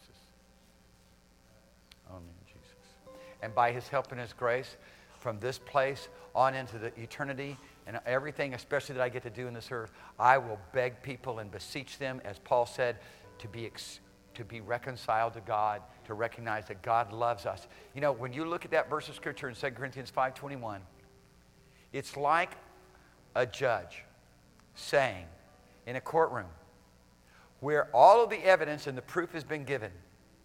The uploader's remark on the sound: Recorded Sunday, January 22nd, 2017 AM Service